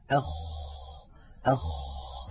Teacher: من أولى صفاته أنه مهموس، يعني يجري معه النفس، أخ، فلا بد من إجراء هذا الهمس الذي هو جريان النفس. أيضا الخاء حرف رخو، يعني قابل للتطويل، يجري معه الصوت، أخ، جربوا هكذا، أخ، تجدون بأن الخاء في هناك معها هواء يجري، وصوتها أيضا قابل للتطويل، فهي حرف رخو.